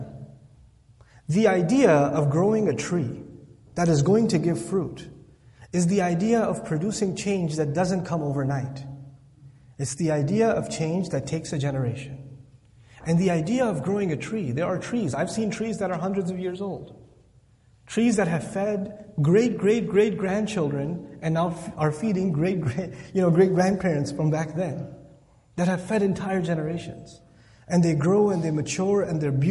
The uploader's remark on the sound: This Khutbah was recorded on March 25th, 2016 at the Islamic Center of Southlake.